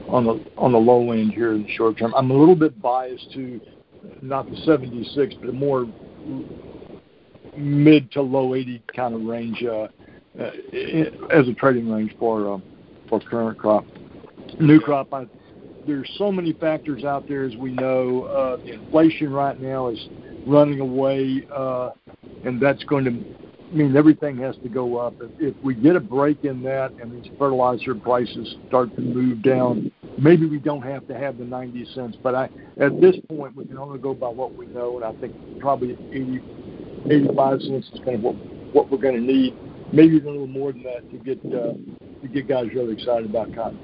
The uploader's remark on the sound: November 2022 Monthly Conference Call On Cotton.